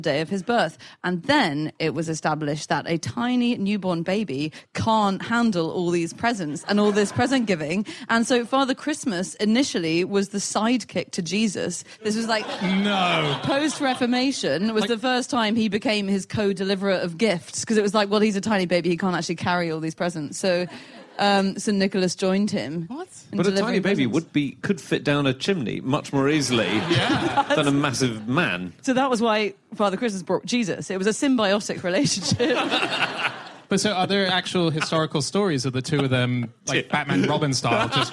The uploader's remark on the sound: live from Up The Creek in Greenwich